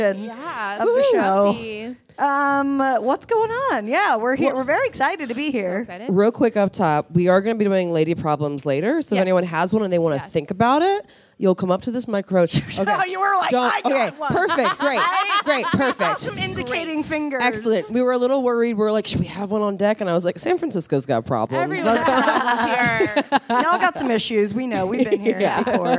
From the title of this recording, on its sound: Live From SF Sketchfest 2023